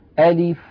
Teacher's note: أنطق همزة مفتوحة بعدها لام مكسورة بعدها فاء ساكنة، أي شيء يمد، لا الهمزة تمد ولا اللام تمد ولا الفاء تمد، إذن ألف هي المجموعة الأولى من حروف نص حكيم قطع له سر ولا مد فيها لعدم وجود حرف مد.